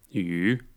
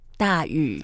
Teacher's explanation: Make sure when you say 雨, you go down first, then up again. · Term: third tone